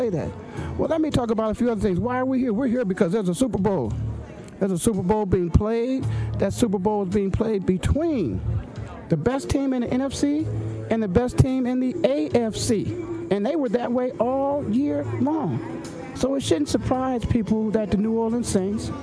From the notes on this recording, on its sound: Live from the Player Network Event: Super Bowl 44. This will be the second consecutive year that VoiceAmerica hosted a live event from PNE.